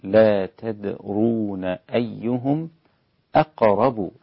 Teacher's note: الدال مع قلقلتها رقيقة جدا